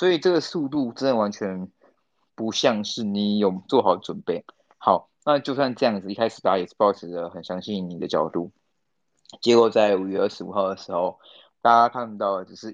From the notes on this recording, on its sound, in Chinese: 疫情的關係，我們採用 ClubHouse 的方式錄音。有一些不清楚或雜訊的部分，還請大家多多包涵見諒。